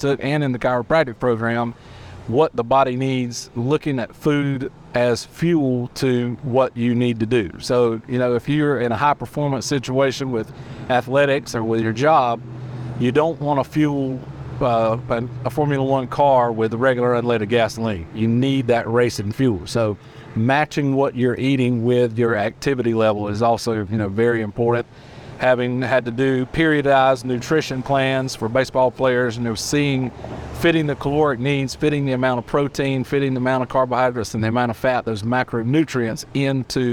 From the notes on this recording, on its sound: This episode is recorded outside Sunflour Community Bakery, surrounded by the aroma of fresh herbs and the spirit of sustainable dining.